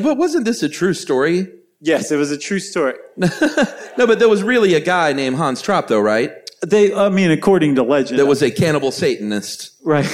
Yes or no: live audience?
yes